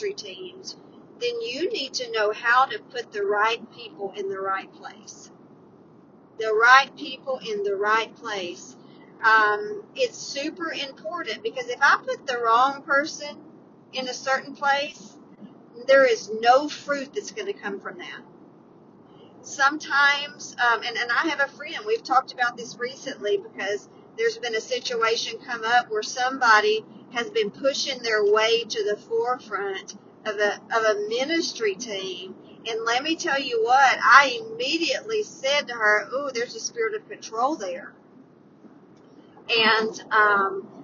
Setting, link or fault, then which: setting, inside a vehicle